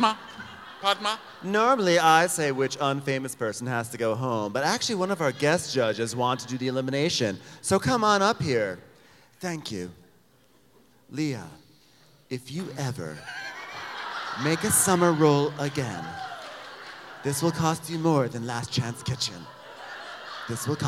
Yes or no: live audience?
yes